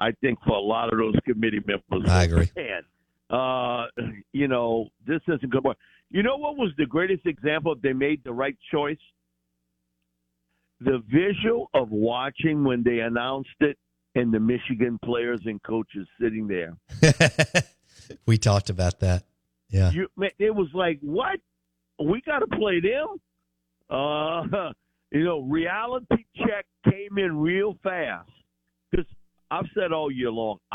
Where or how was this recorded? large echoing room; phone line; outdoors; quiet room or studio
phone line